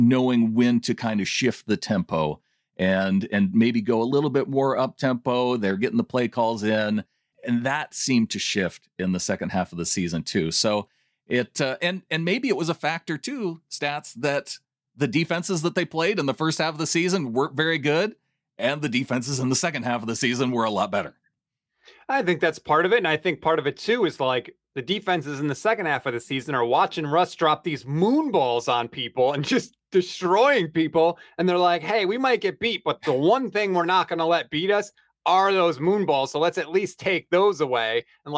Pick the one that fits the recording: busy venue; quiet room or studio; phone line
quiet room or studio